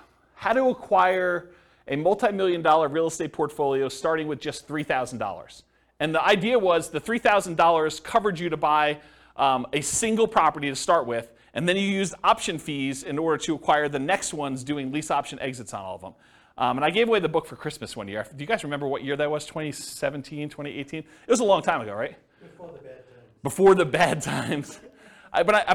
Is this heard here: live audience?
yes